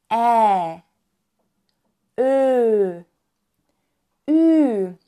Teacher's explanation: Mein Mund macht A, O und U, aber ich sage I oder E. · Term: Umlaut